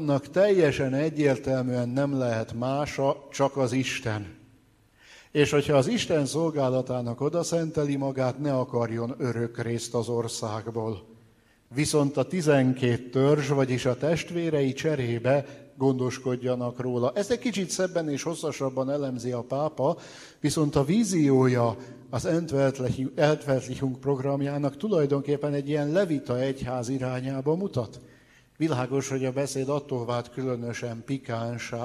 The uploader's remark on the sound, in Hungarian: Az Eötvös Csoport és a Társadalmi Reflexió Intézet 2018. Szeptember 12-i "Politika és katolicizmus" című rendezvényének felvétele.